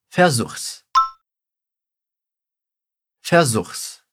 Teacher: Você vai reparar que eu vou pronunciar um S no final do verbo, que é uma contração do pronome es. Então, ao invés de eu falar versuche es, a gente fala 'versuchs'.